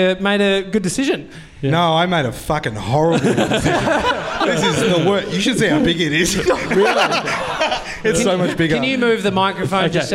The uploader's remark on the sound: We're celebrating the episode 500 milestone with you gronks at a live show.